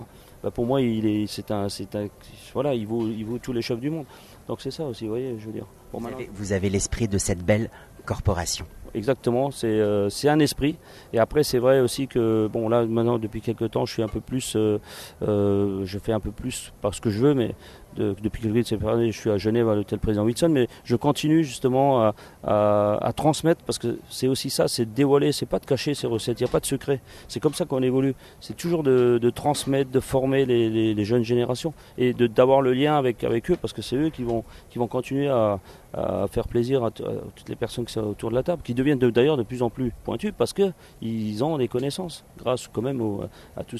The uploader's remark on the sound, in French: Une interview pendant le festival de Cannes 2015. Dans le micro du Le Fashion Post.